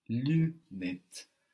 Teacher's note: the UN in Lunettes. is not one syllable like in lundi